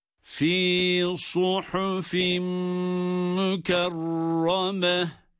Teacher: sad harfi kalın, ha ince, fa harfi de ince